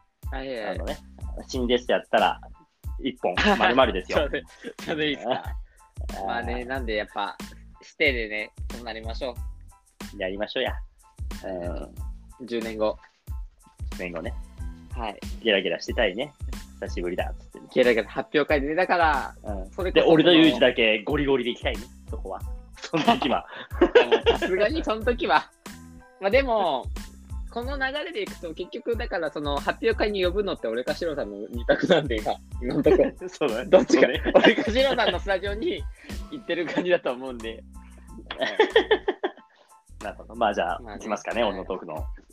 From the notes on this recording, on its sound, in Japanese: リモート収録。